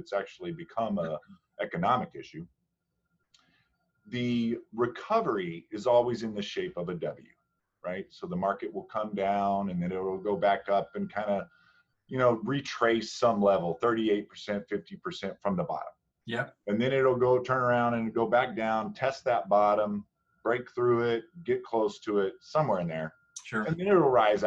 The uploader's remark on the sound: Recorded using a Zoom session to connect